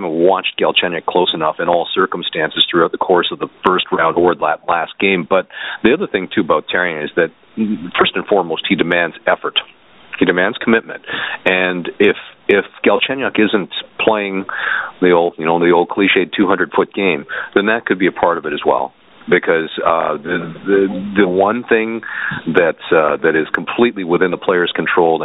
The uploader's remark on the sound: we take your phone calls